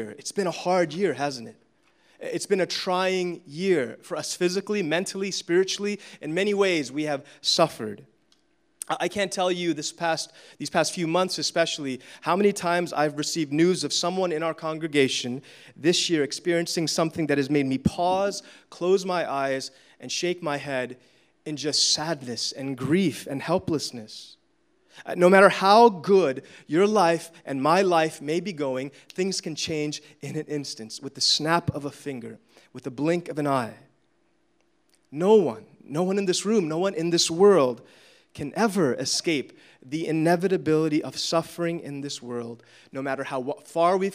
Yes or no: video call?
no